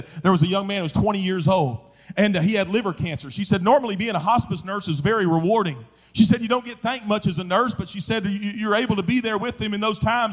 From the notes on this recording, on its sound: during the Wednesday Evening service of the 40th Annual National Youth Conference in Santa Clara, California